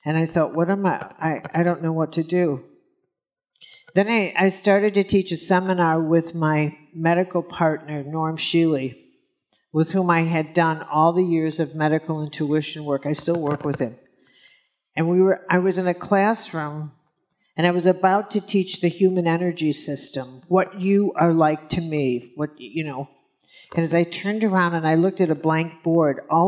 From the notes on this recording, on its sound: on stage at In goop Health